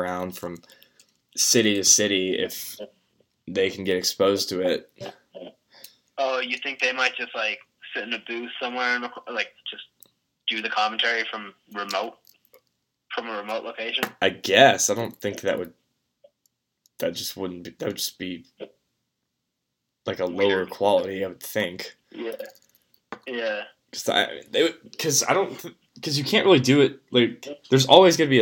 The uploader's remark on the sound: over the phone